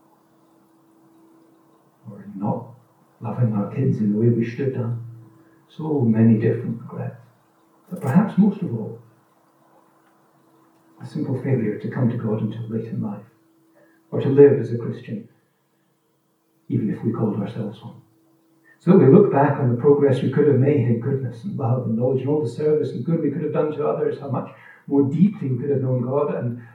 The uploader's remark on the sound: This recording is of low quality, due to technical issues, but should be audible throughout.